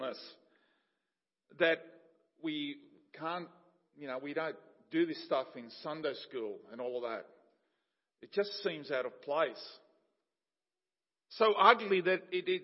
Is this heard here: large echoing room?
yes